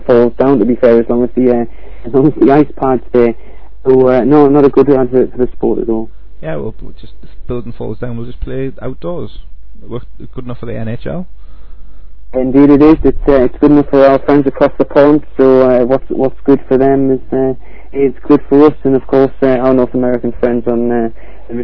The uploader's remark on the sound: via satellite/dodgy phone line